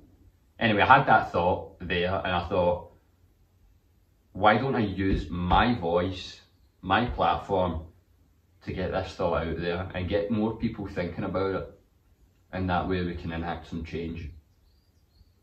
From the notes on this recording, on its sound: The irony of wearing the headphones for the first time then completely fucking the audio file is my favourite part of this one.